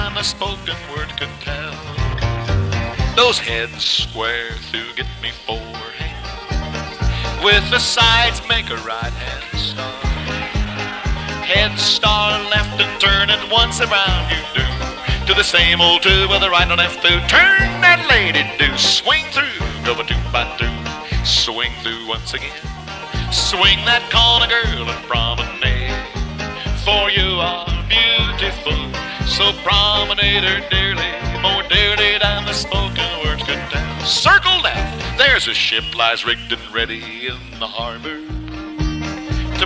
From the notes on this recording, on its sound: Live Dance Recording. Recorded at a dance in the Bay Area of California in 1978.